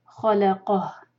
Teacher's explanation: خوا heavy, لام light, قوف heavy, اور انشاءاللہ اس کے بعد ہا کا ساؤنڈ، خلقہ.